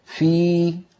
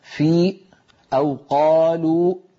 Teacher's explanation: صوت الياء تخامد وتلاشى ولم ينبتر عند نقطة معينة · Shown in: first take · ولو انقطع بقفل الوترين لخرجت همزة، كأن نقول مثلا في أو قالوا، هذا كله من عيوب النطق ومن عيوب القراءة، فلينتبه إلى ذلك.